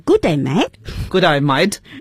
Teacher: 他把 mat 读作 might,是他们的一种元音变化的结果